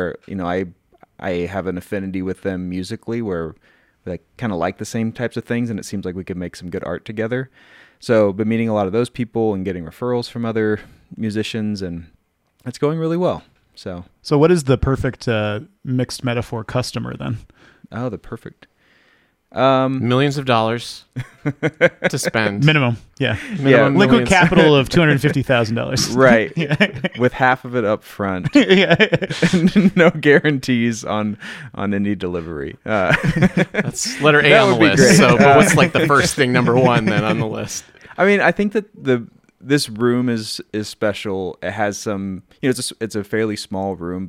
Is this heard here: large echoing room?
no